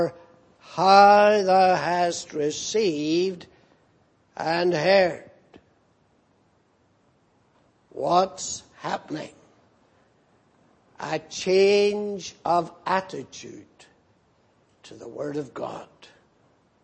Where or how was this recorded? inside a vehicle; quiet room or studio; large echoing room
large echoing room